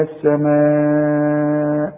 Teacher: دي اللي بعدها همزة ده اسمه مد واجب برضه هناخده لكن لازم تمد المد ده أربع حركات أو خمس حركات عند الوقف